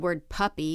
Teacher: So in the word puppy, we put stress on the first syllable. A child with apraxia might put stress on the second syllable and say puppy instead of puppy.